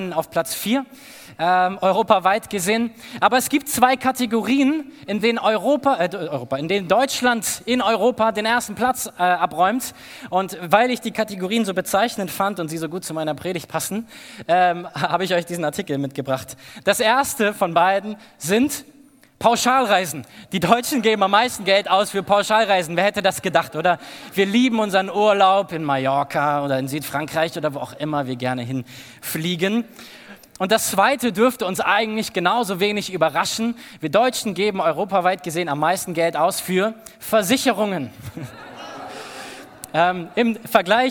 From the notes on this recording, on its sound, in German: aus unserem Gottesdienst am 20.